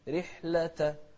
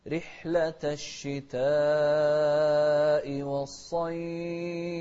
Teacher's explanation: شوف رحلة، الراء المكسورة مرققة